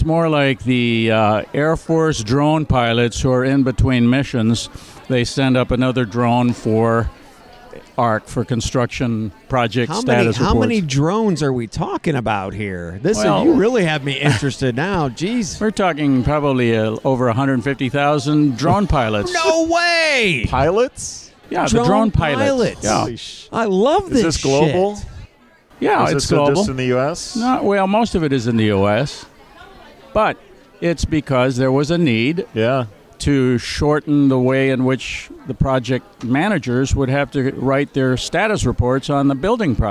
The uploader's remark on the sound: interview from Jobvite's Recruiter Nation Live event from San Francisco